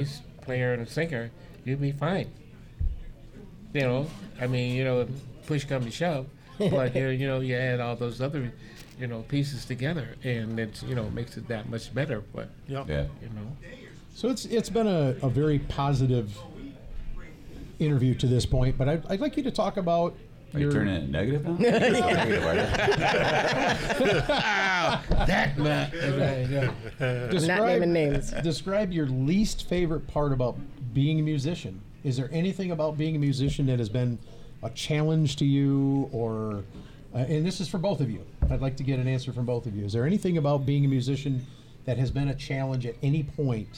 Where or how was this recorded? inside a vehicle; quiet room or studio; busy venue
busy venue